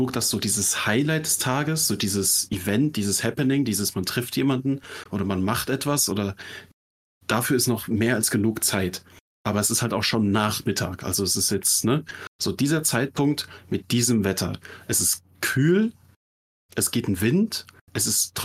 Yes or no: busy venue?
no